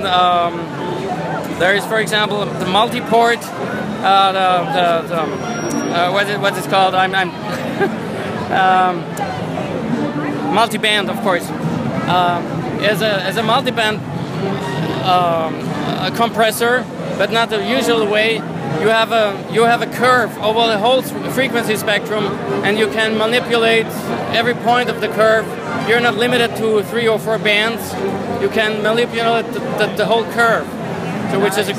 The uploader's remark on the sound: Live from NAMM 2016